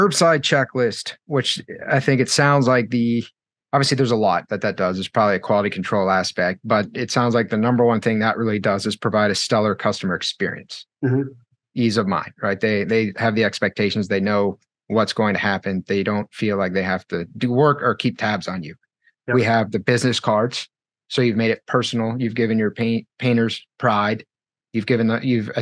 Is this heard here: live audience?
no